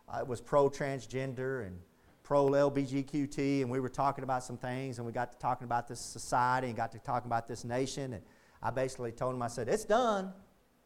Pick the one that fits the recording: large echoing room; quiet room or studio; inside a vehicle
large echoing room